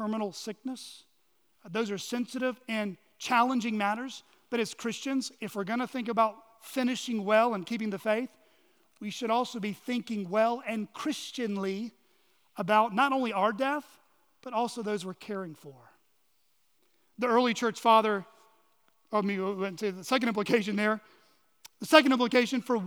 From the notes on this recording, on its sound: on the morning of November 19, 2023, at Chaffee Crossing Baptist Church in Barling, AR.